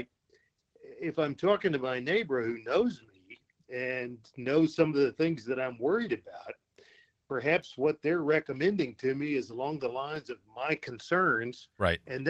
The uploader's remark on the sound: A listener from New Jersey, called into the broadcast.